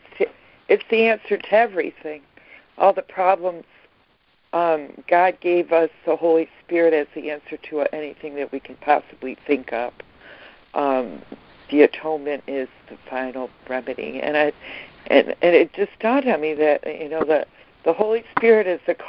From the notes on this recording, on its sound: ACIM Daily Conference Call.